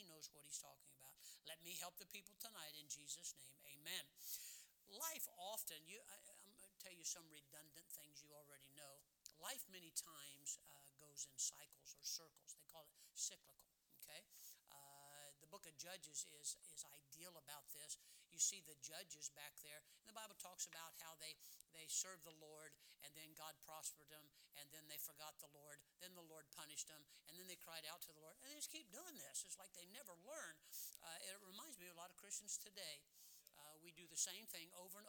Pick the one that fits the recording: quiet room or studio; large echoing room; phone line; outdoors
large echoing room